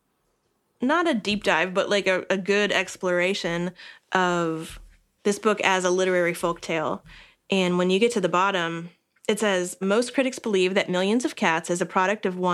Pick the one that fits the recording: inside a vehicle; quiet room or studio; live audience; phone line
quiet room or studio